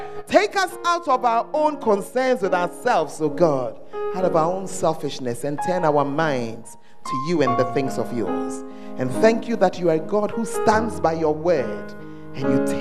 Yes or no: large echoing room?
yes